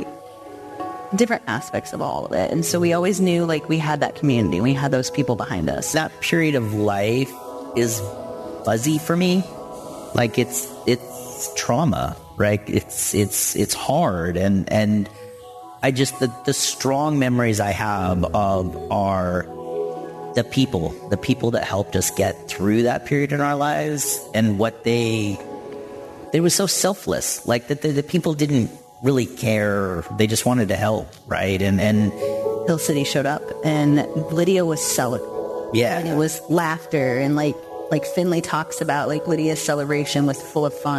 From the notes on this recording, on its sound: Today you’ll hear a sermon I preached this month at Hill City Church here in Richmond, Virginia.